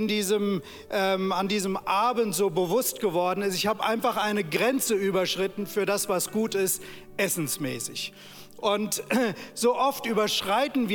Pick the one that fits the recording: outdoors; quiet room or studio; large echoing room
large echoing room